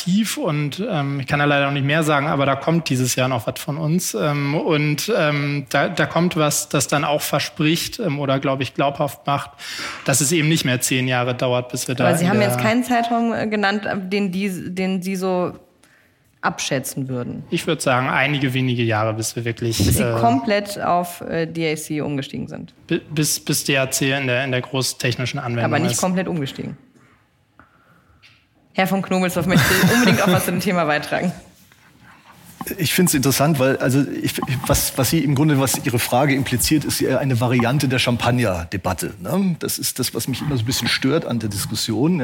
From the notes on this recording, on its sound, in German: Diesmal live vom Handelsblatt Wasserstoffgipfel in Salzgitter.